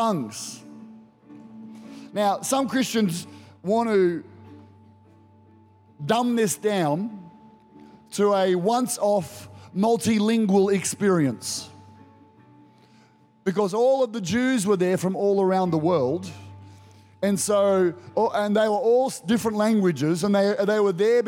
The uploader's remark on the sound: Recorded during our 9am service.